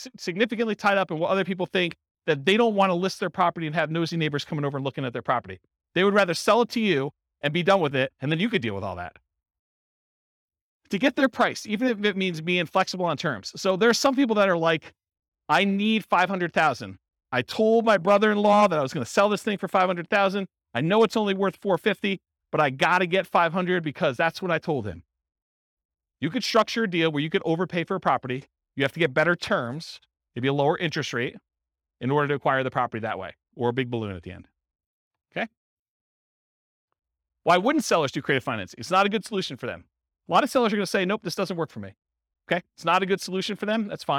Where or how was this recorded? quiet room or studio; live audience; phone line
live audience